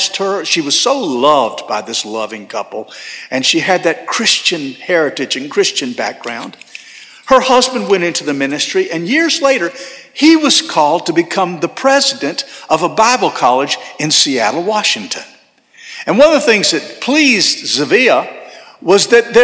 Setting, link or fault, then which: setting, large echoing room